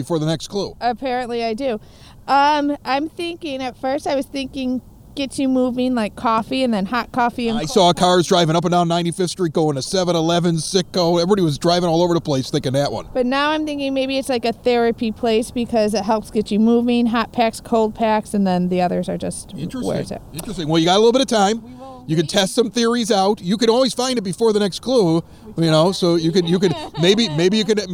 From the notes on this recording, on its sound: We brought our microphone to the first-ever EPCC Money Tree Hunt. Captured an amazing race between neighbors trying to find $250.